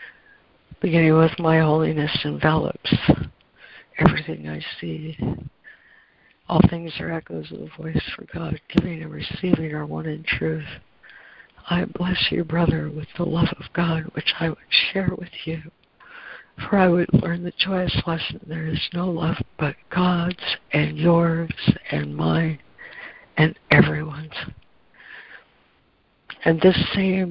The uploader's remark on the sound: ACIM Daily Conference Call